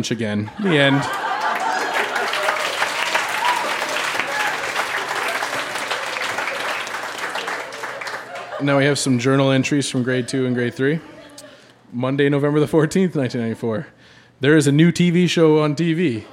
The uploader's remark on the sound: Recorded live at The Company House in Halifax, NS.